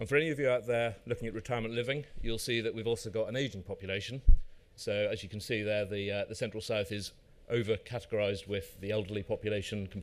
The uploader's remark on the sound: In this live recording that took place in the EG Pavilion. Recorded live at MIPIM on Tuesday 14 March.